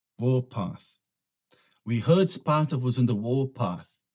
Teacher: Você percebe que ele não fala path, fechando a boca, porque não é um som de F. Aqui ele é o TH.